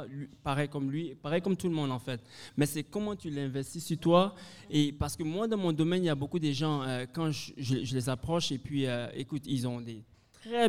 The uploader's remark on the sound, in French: Dans cet épisode enregistré en direct du bar Le Coude, à l’Université de Moncton.